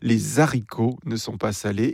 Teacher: la phrase suivante « Les haricots ne sont pas salés », prononcée à la Cajun avec la liaison